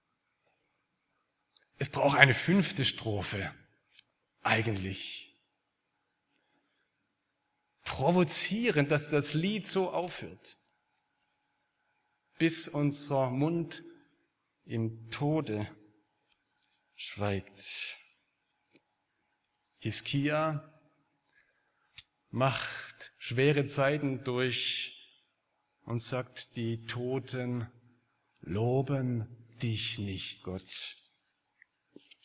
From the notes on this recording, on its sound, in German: aus dem Gottesdienst der Liebenzeller Mission